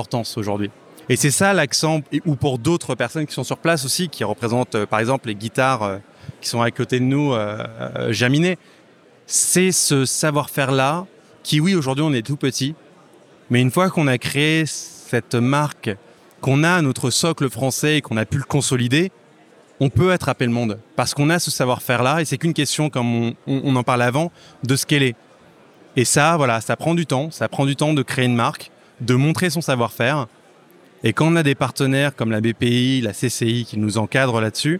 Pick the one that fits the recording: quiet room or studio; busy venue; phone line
busy venue